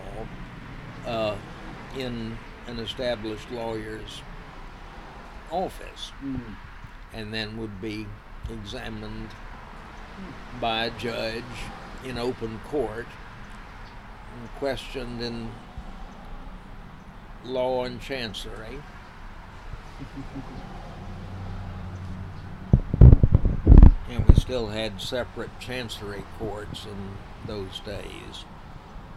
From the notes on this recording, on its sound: The conversation takes place outside, so you'll hear the occasional car drive by, or the wind blow from time to time.